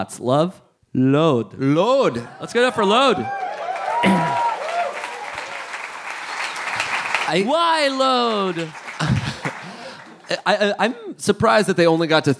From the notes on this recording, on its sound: Live in London! Live at the Leicester Square Theatre in London!